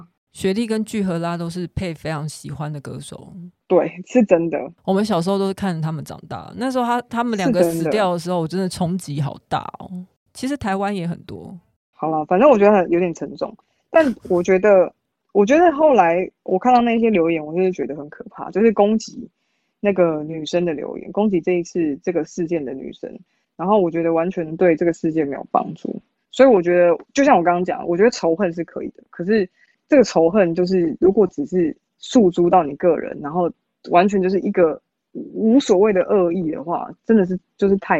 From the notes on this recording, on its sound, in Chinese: 第3次嘗試遠距錄音。本集節目在 LAZI錄音 最懂Podcaster的錄音室◆。